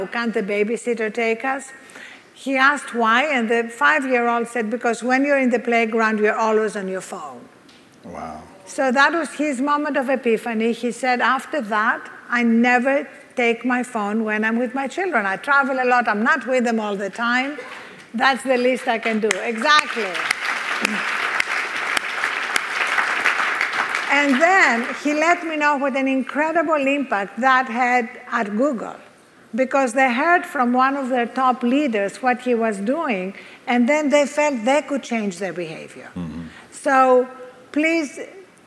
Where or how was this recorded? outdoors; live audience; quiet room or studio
live audience